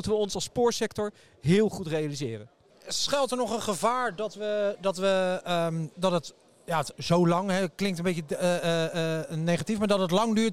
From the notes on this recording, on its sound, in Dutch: De derde aflevering van de ProRail-podcast komt uit het Spoorwegmuseum in Utrecht. Tijdens het ERTMS-symposium “IT’s happening” op 26 september 2023.